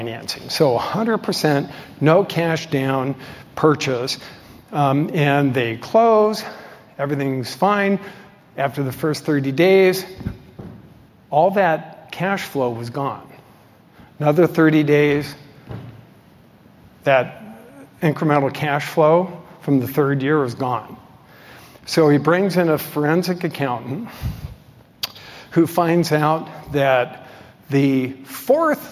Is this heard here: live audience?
yes